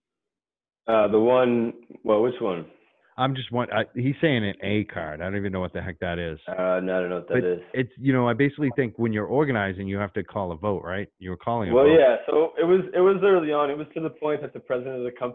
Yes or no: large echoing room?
no